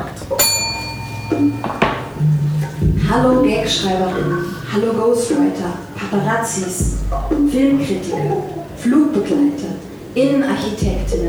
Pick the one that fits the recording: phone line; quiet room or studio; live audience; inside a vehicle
live audience